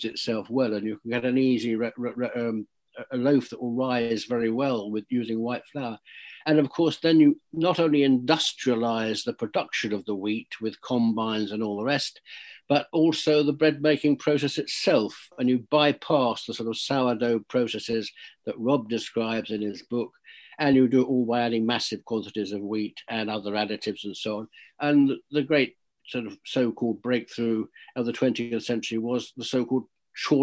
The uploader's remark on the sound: This talk was recorded online in March 2021.